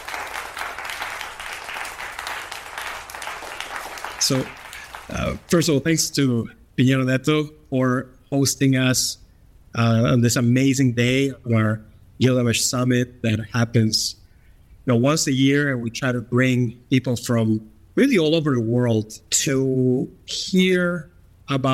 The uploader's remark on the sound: We chatted on stage in Sao Paulo, Brazil at the Gilgamesh Ventures Summit. We chatted on stage in Sao Paulo, Brazil at the Gilgamesh Ventures Summit. An annual meeting where we gather Limited Partners, Founders, Co-Investors, and friends for a series of events and discussions.